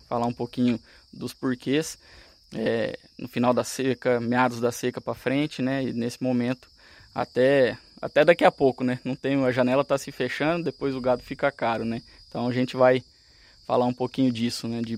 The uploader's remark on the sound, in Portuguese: Foi gravada numa praça de alimentação de uma área rotacionada de mombaça.